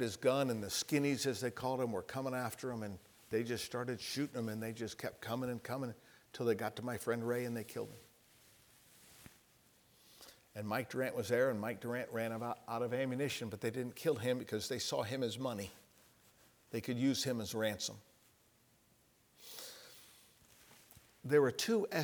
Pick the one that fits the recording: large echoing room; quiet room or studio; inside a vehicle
large echoing room